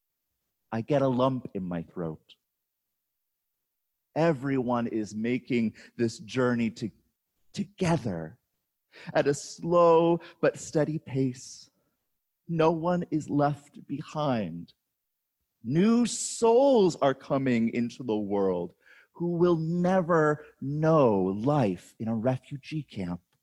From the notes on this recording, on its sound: On August 16, 2020, at Hector Presbyterian Church.